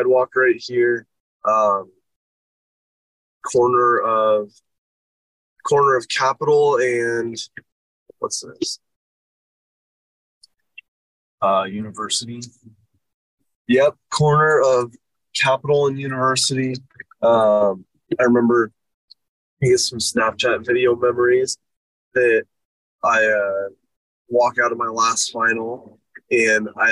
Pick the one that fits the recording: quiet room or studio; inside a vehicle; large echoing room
inside a vehicle